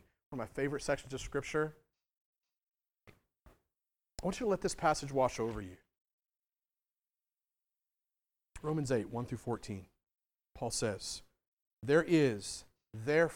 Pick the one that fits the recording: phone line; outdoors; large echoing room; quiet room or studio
large echoing room